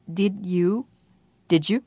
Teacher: Do you hear the j, the d at the end of did, and the y at the beginning of you? When they're pushed together, they become j.